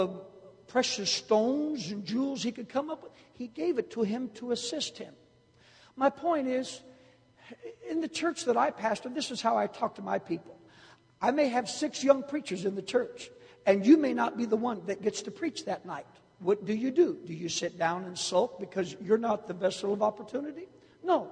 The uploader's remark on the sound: Baton Rouge Camp Meeting 2009